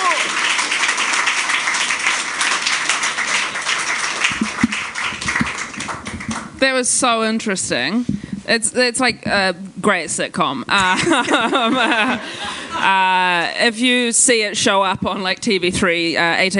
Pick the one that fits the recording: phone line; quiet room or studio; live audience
live audience